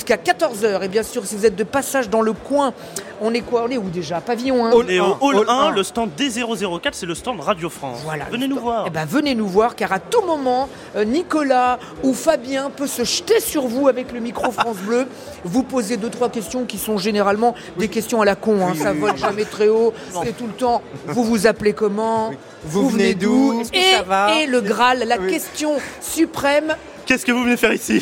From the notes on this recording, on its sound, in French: En direct du Salon de l'Agriculture 2024.